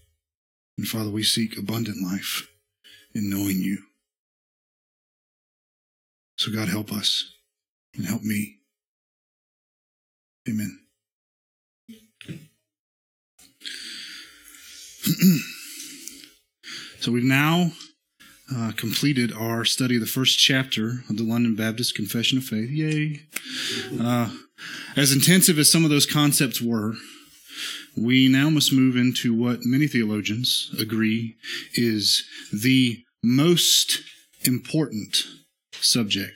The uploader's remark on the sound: This is the sermon from our Tuesday night worship service